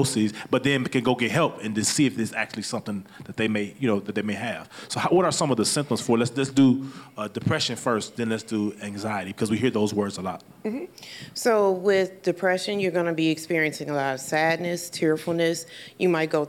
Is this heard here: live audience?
yes